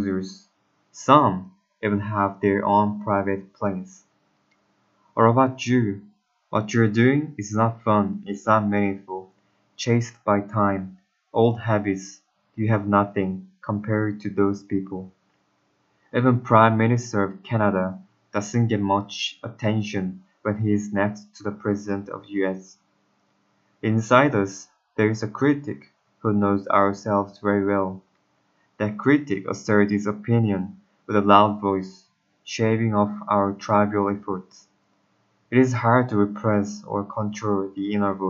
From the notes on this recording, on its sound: (bad mic and pronunciation).